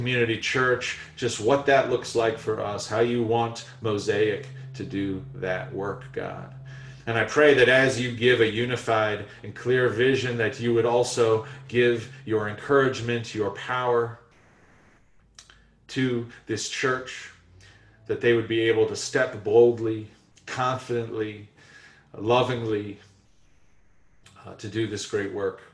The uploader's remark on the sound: Our Zoom-streamed service